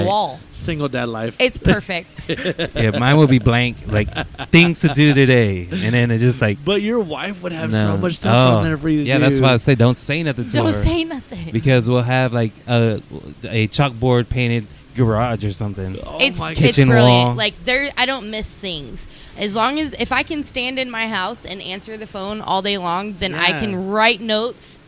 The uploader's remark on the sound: Live from Kimbo’s Saloon. Recording live from one of San Angelo’s oldest saloon, Kimbo’s Saloon.